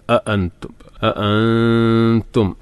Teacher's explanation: അഅൻതും, അഅൻതും ഹംസ പറഞ്ഞല്ലോ, ശ്രദ്ധിച്ചു ഉച്ചരിക്കണം. മലയാളത്തിൽ നമ്മൾ ആ പറയുന്ന ഉച്ചാരണമല്ല, അ കുറച്ചും കൂടി ഹൽക്കുന്നാണ് ശബ്ദം വരേണ്ടത്.